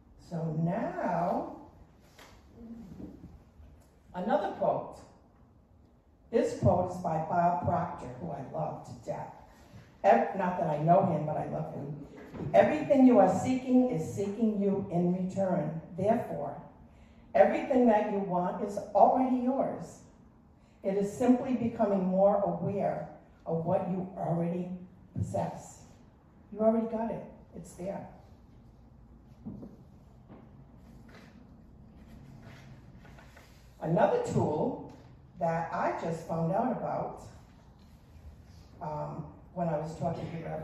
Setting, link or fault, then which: setting, large echoing room